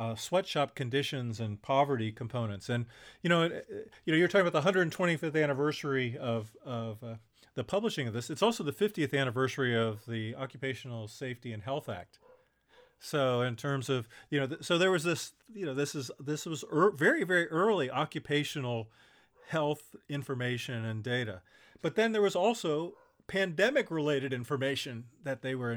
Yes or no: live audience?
no